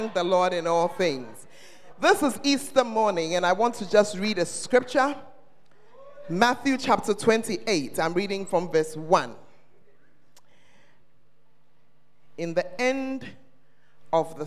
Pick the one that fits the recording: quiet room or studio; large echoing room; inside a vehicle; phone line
large echoing room